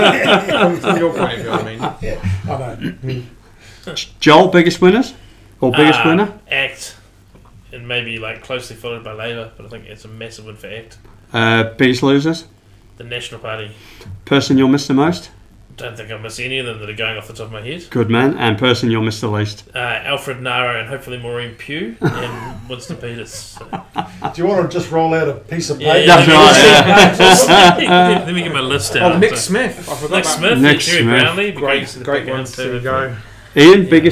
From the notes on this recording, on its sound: Recording in the lovely little theatre behind Garnet Station in Auckland. Recording in the lovely little theatre behind Garnet Station in Auckland.